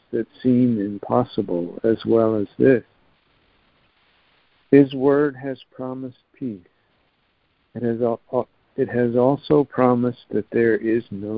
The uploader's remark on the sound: ACIM Daily Conference Call